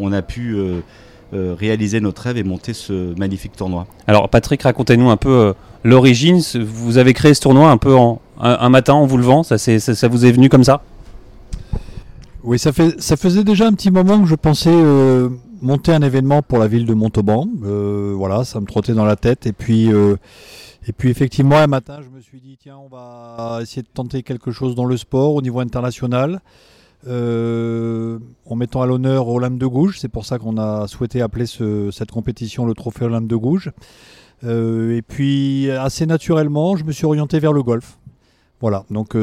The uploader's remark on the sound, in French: Nous serons en direct du village Olympe de Gouges